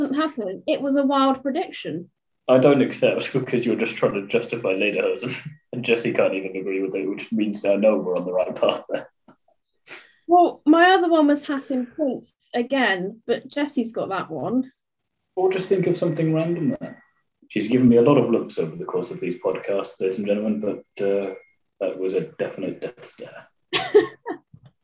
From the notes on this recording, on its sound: I think the audio for this one is a bit pants, so sorry about that.